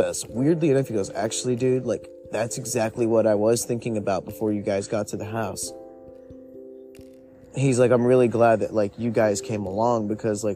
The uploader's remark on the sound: Stories on a Windy Night. Just some chill time outside in the wind.